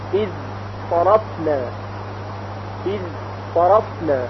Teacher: وقتی که زال به صاد برسه باز ادغام صورت نمیگیره